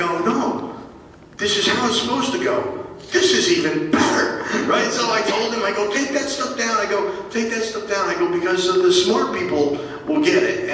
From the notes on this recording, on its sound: We’ve had some technical problems this week, but it hasn’t stopped us from bringing you some great content from Planet Comicon!